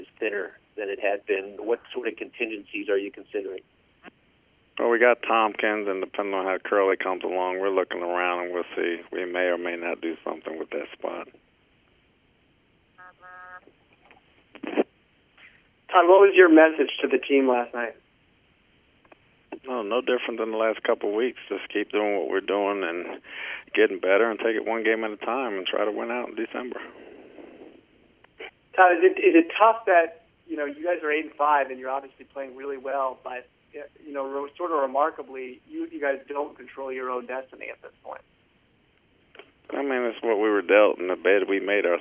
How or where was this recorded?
phone line